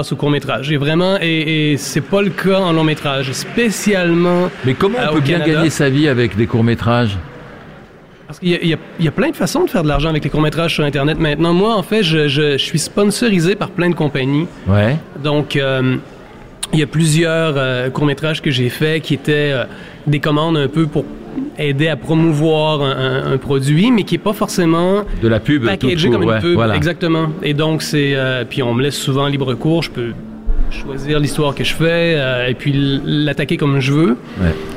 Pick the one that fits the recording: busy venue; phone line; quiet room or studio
busy venue